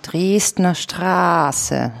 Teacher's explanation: Die ziehen die Vokale so lang.